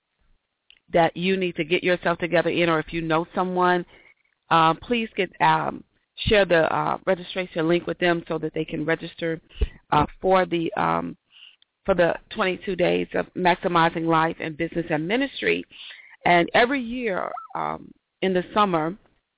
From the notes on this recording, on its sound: Got To Get Myself Together 2014 Summer Teleconference.